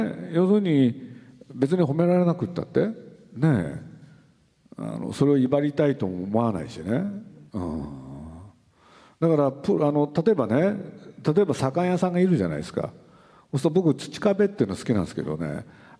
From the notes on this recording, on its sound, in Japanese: 横浜市立図書館100周年記念講演会。横浜市立図書館100周年を記念して行われた講演会。